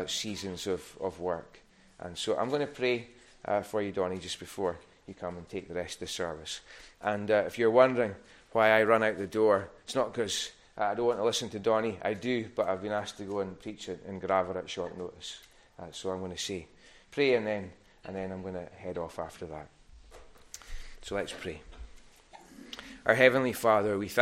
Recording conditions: large echoing room